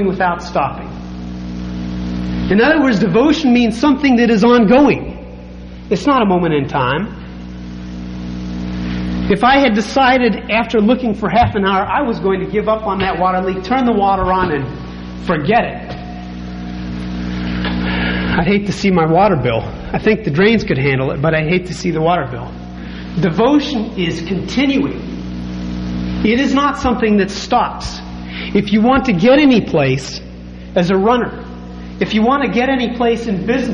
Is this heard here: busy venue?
no